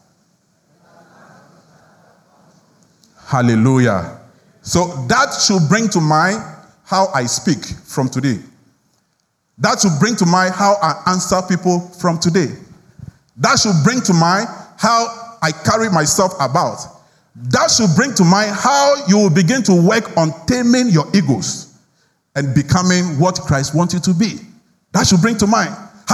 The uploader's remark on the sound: Sermon preached at CBC Shiashie Campus.